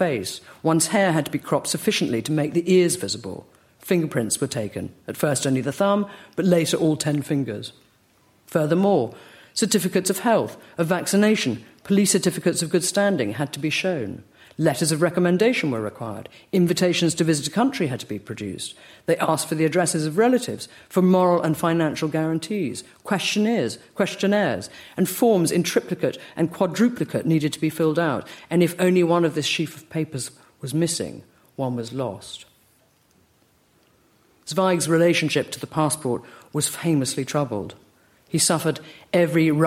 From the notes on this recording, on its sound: LRB Winter Lecture delivered at the British Museum.